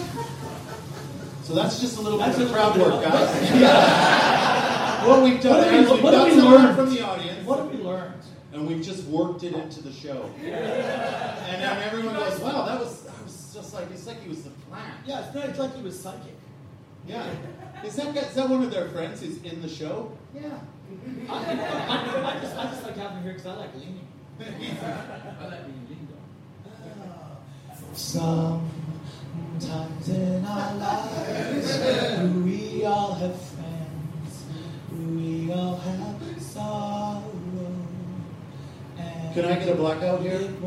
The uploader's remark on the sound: POOR SOUND QUALITY! At the Edinburgh Fringe, we had technical issues that we couldn't fix in the tight Fringe turnaround, meaning today's seminar is coming to you from the emergency backup 'bootleg' recording. There's a few weird noises, and you can hear the echo of the room a bit more.